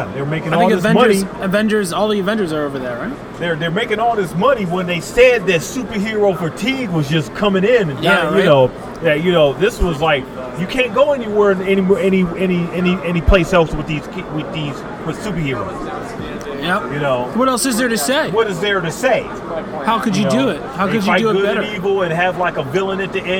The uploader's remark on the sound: LIVE FROM STEEL CITY CON 2019. THE LIVE POP INS FROM SOME OF THE BEST COSPLAYERS AT THE CON!